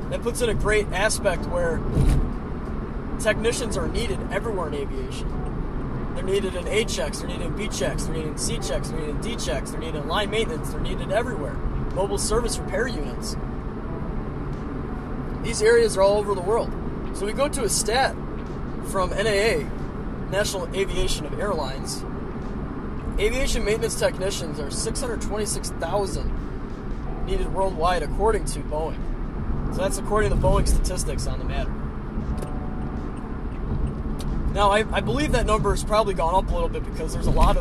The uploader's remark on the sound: I'm in the car again